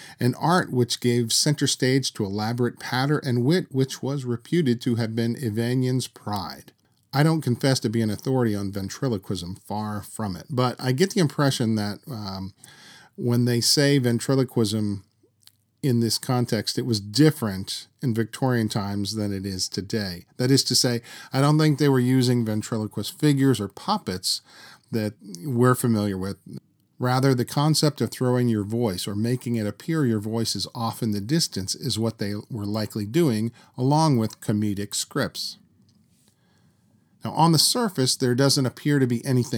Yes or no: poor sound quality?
no